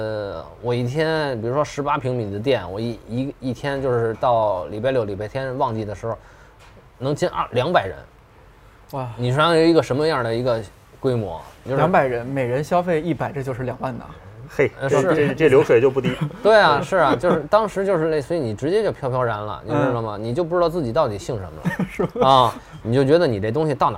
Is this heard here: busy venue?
yes